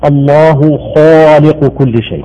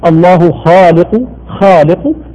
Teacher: حينما ضم الشفتين تولد حرف الواو · Shown in: first take · هو يبالغ يريد أن يخرج التفخيم تفخيما صحيحا من أعلى مراتبه.